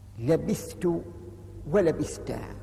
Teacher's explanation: بالإظهار أي بالفك بحيث لم يدغم الثاء في التاء